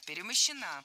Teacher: Ударение в этой форме падает на окончание «а» – перемощена.